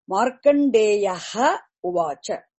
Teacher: Always Visarga preceding Ukara becomes dropped. Ukara, Ikara, they get dropped.